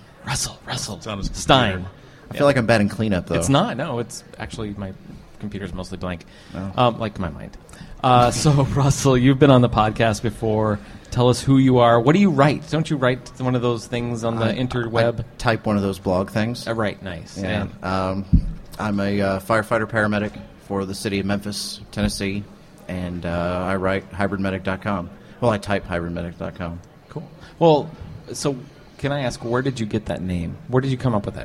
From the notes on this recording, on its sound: From the show floor at EMS Today.